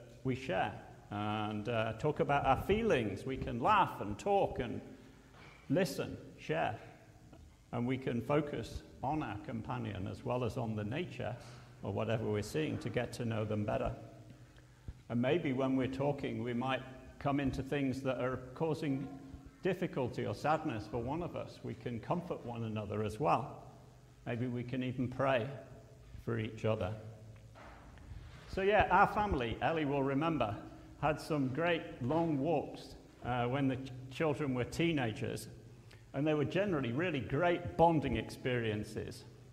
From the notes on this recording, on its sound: at Pembury Baptist Church on 22nd October 2023